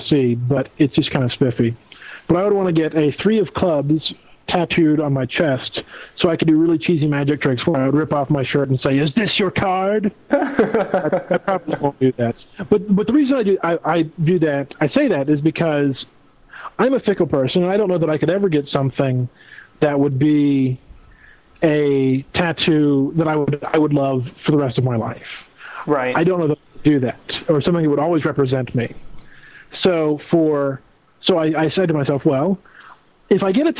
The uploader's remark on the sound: We had live Skype callers on the show once again.